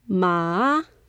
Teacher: Third tone, you can take your hand and make a U shape in the air. So it goes up, then down, then up.